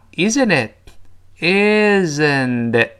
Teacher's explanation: 中间字母 t 浊化成 d，最后字母 t 失去爆破，因为 isn't 本来是发 t，但读快之后呢，那个 t 一浊化发成 d，最后 t 单词尾失去爆破。我们把这句话跟老师再读两遍：It is a coincidence, isn'tit？再读一遍：It is acoincidence。Isn'tit？好极了。先这种连读之后，口型发生变化，发音发生变化现象，在中文中不是像英语这么多见，因为中文中是单个儿的字儿，而英语中都是音节，像唱歌一样音节连到一块儿。但是中文中偶尔也会听到类似的现象。你看，比如说我们说，哎呀，真难呐，真